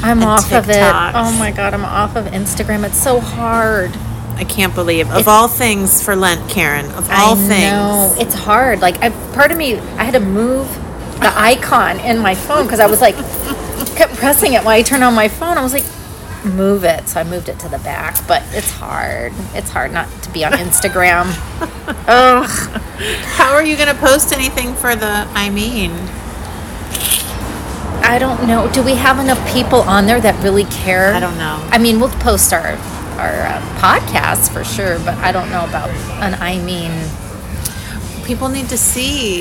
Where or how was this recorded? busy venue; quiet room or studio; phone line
busy venue